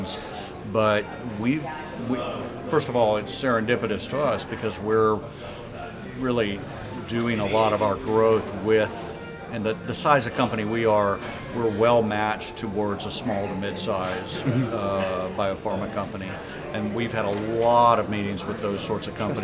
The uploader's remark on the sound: Equipped with only a laptop and a microphone, he hit the event space in style